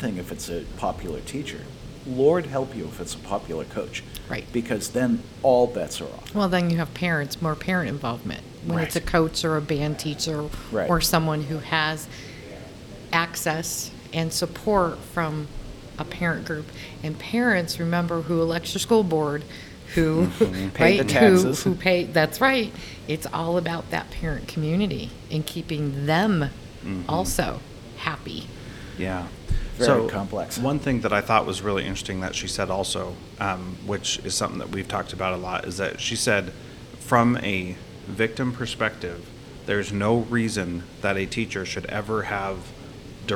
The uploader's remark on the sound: This interview is from a recent conference